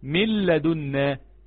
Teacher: طبعا اللام طبعا شددت، طبعا اللام شددت ماشي، فهتقول من لدنا، مفيش نون خالص ولا غنة ولا مخرج · Term: الادغام الكامل بغير غنه